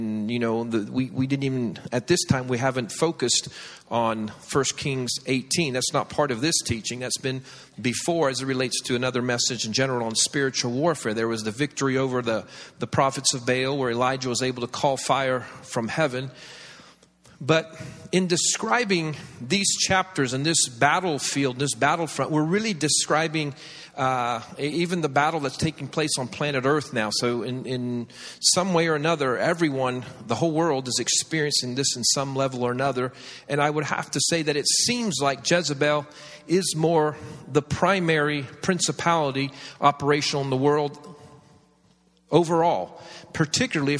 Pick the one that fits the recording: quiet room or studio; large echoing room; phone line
large echoing room